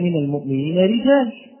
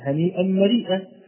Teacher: راء مرققة قولا واحدا، وهي الراء المكسورة